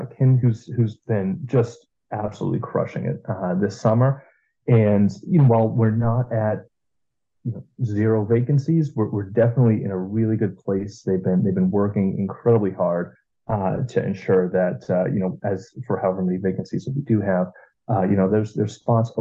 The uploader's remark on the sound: We had our conversation via Zoom